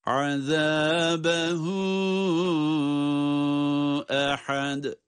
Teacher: Bakınız, azabehu dedikten sonra ehad tatlı bir ses vurgusuyla ve sondaki dal harfini de ince ve kalkale ile okuyoruz. · Burada artık bir sonraki kelimeyi okuyacağız, iyice belirtelim diye sekte yapılamaz. Yani iki kelime arasında bir boşluk olmamalı